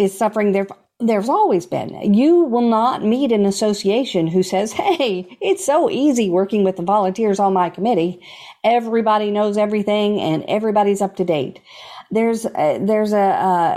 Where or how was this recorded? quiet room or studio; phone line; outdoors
quiet room or studio